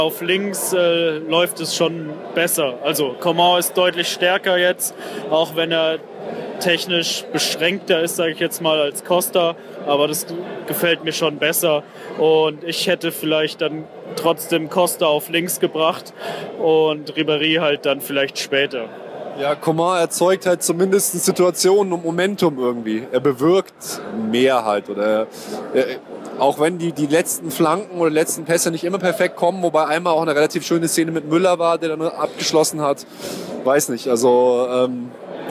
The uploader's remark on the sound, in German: Eure Erfolgsfans melden sich wieder aus dem Stadion. Begleiten das Spiel gegen Werder quasi live.